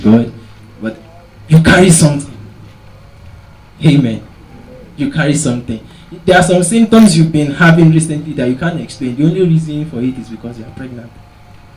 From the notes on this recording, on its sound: Preached at TACSFON OAU in 2009.